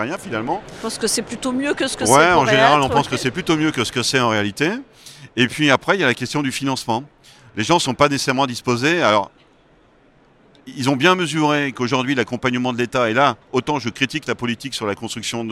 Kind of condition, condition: setting, busy venue